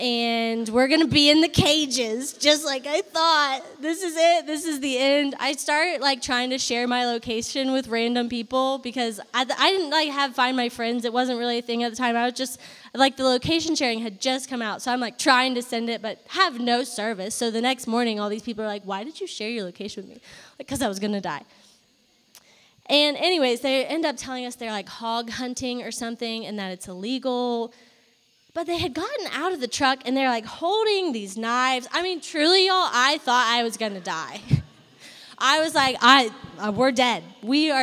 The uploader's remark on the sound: Live from our fall worship night at Clemson.